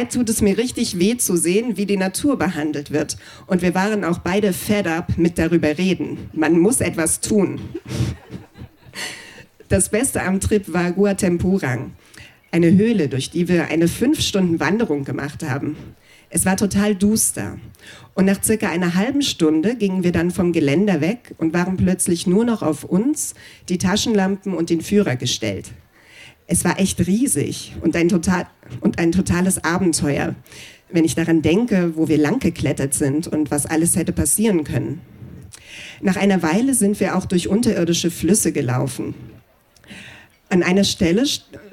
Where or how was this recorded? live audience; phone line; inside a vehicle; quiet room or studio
live audience